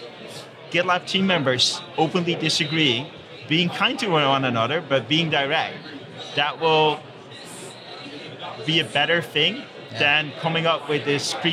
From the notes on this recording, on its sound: recorded at OSCON London 2016